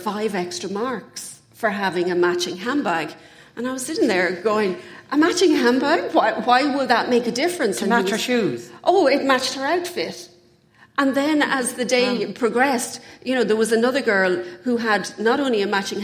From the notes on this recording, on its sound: Recording an episode in front of a live audience in the salubrious surroundings of the headquarters of their sponsor Eir in Dublin 8.